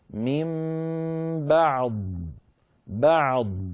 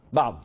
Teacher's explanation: فالعين تخرج صوتها مستقل عن صوت الضاد ولكنه مجاور له · Shown in: first take · هكذا: من بعض، بعض، فيأتي كل صوت مستقل عن الآخر وليس فيه دمج، يعني لا نقول بعض بعض هكذا وكأن صوت الحرفين قد تداخلا.